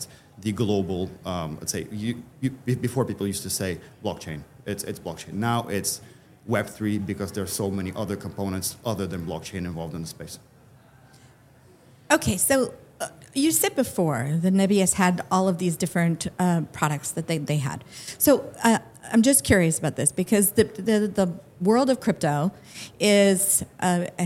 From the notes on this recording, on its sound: LIVE FROM MONEY 20/20 EUROPE. Taped at Money 20/20 Europe in Amsterdam.